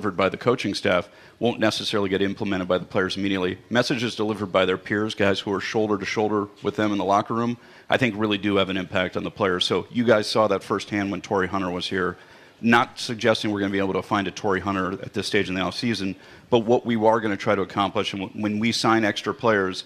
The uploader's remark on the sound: Live from TwinsFest